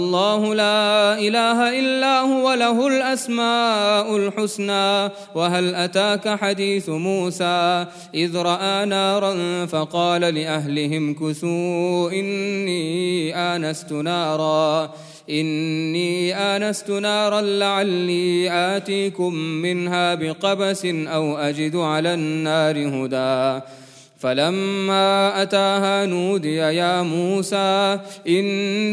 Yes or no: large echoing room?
yes